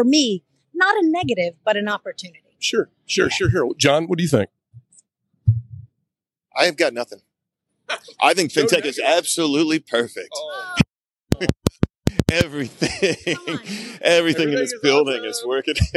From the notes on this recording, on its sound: Live from Finovate Fall.